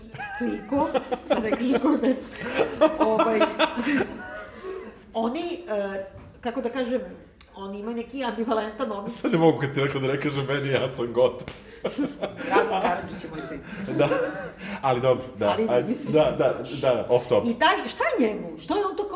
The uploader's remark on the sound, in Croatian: Dve epizode ZUT-a snimljene na nastupu pred publikom u našem novom i od sada stalnom prostoru za susrete sa vama, "Hartefakt Kućom".